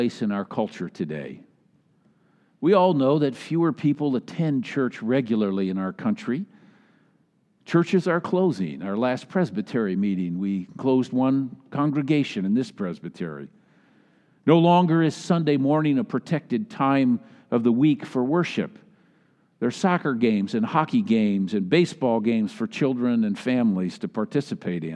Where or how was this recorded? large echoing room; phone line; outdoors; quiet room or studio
large echoing room